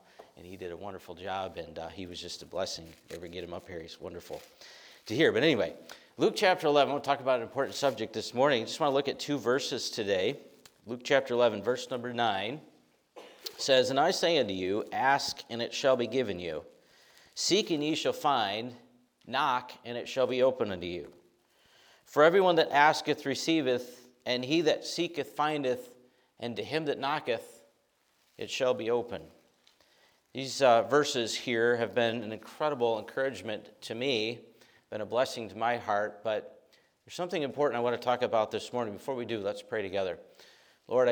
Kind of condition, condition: setting, large echoing room